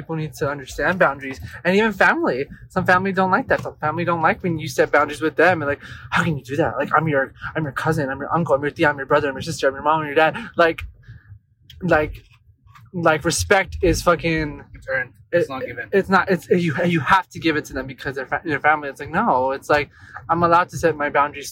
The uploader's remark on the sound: Join us as we venture out the studio and take you for a ride in our car. As we drive, we hit record.